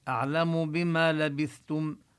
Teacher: نبين الثاء بلبثتم من مخرجها، ونبين ضم التاء ضما كاملا